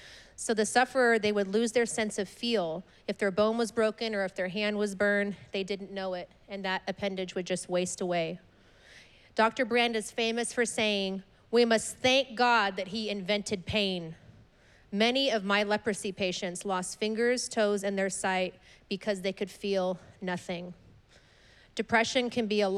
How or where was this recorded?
large echoing room